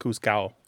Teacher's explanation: in some Spanish dialects, like you said, the D is not pronounced, so it sounds like juzgado.